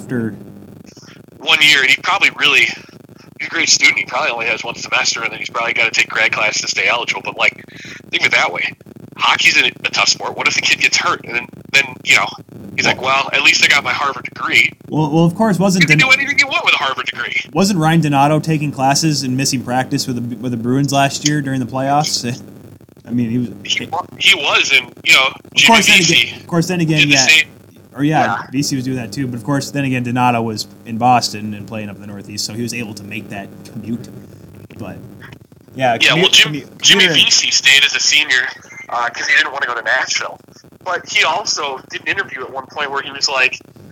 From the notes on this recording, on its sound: Apologies for the audio quality!